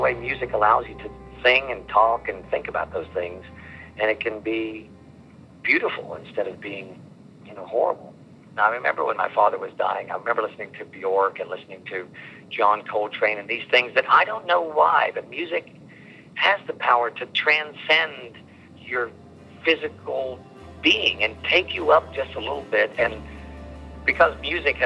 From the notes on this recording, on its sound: by phone in 2002